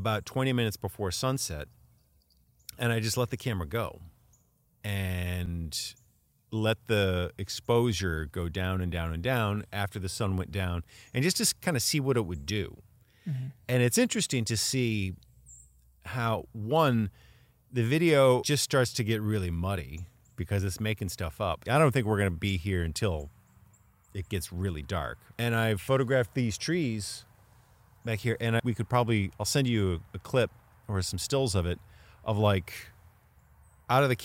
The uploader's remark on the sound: This is our first recording outside and we're having a ball.